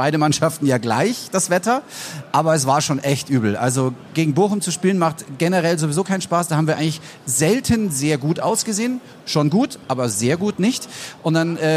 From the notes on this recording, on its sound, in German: Live von der Afa in Augsburg.